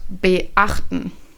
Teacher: Es ist eine kurze Pause dazwischen, das nennt sich Glottisschlag.